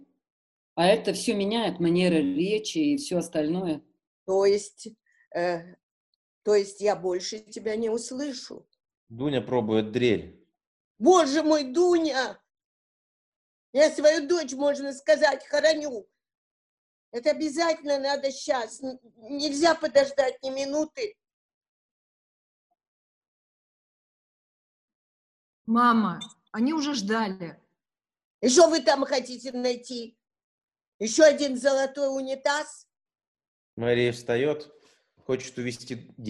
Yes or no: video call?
yes